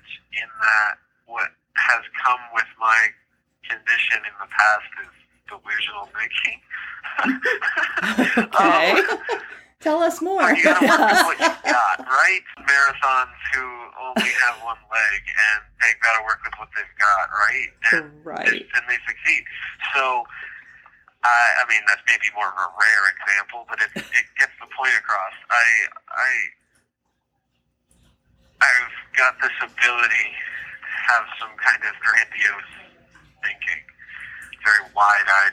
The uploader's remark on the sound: Phone interview.